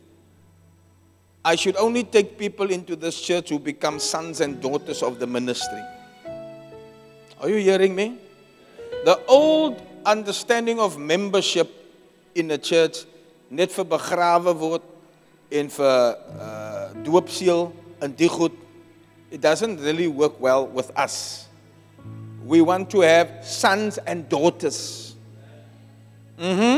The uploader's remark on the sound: Preached at Zion Sanctuary